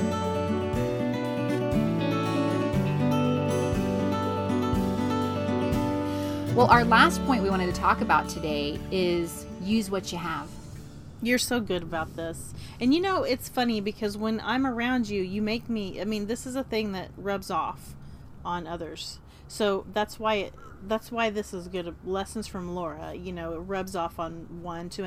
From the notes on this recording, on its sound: The replay is a live recording by the Roadschool Moms team from the back porch and behind the wheel. Broadcasts from central Florida.